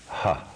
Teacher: the final letter, an aspirate, soft, guttural, ha.